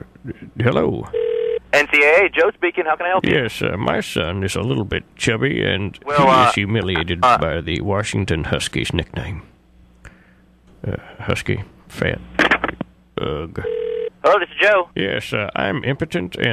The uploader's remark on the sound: Prank Phone Calls